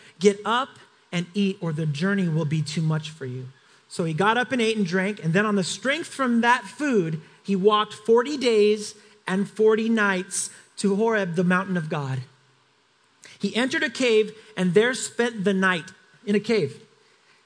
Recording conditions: large echoing room